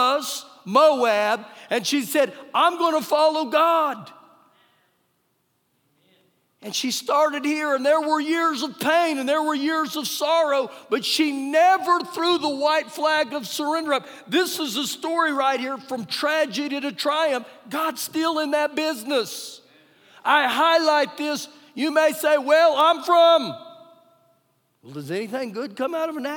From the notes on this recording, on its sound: Recorded live during our Wednesday night service.